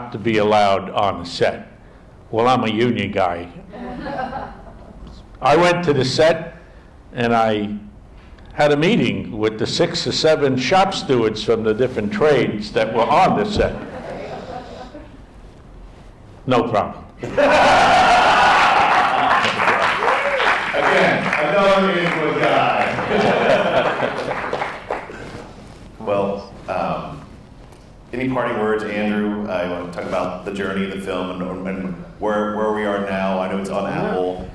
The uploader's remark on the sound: Recording live from the Inwood Film Festival in Inwood in NYC. We recorded the podcast on location in front of a live audience. To close out the 6th annual Inwood Film Festival. While the audio recoring picks up a bit of the live room noise.